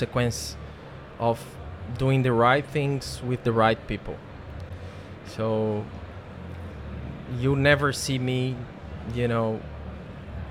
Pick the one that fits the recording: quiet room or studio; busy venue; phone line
busy venue